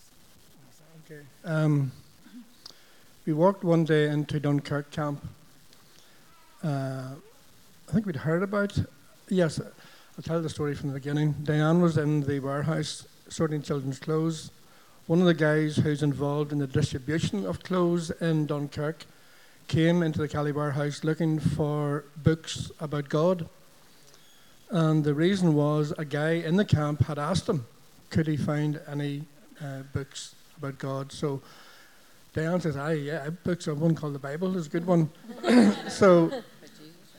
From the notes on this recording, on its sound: Recorded at our Sunday Celebration at Dungannon Integrated College.